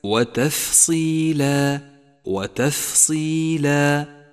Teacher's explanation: تأمل صفة الهمس لحرف الفاء في كلمة وتفصيلا وتفصيلا، فإنها صفة قوة لهذا الحرف يكون ضعيفا بدونها.